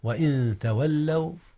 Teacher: أخفي النون قبل التاء وهي أيضا من حروف الإخفاء